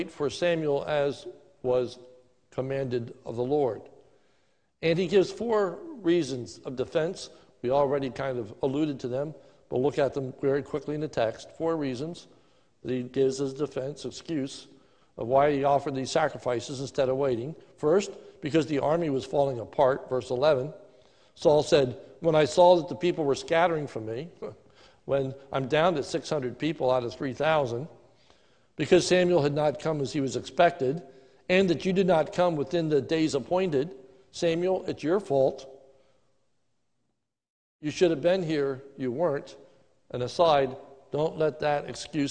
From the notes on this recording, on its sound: This is a sermon recorded live at the Lebanon Bible Fellowship Church in Lebanon, PA on 09/20/2020 during the morning worship service